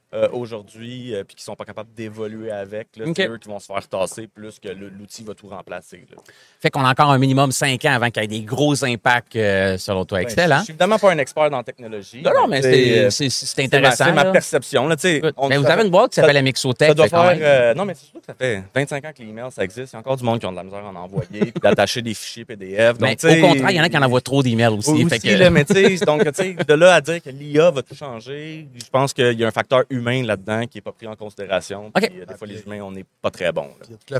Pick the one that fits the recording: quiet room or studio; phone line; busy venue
busy venue